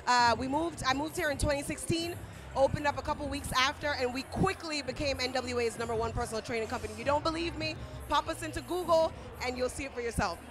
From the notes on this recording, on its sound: Live at the Black-Owned Business Expo!